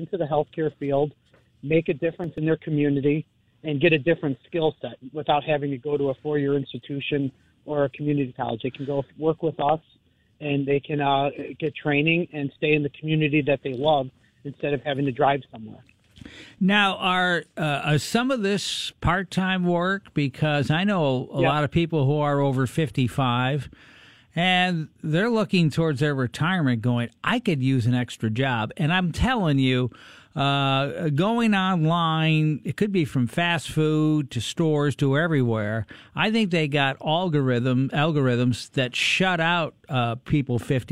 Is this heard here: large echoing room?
no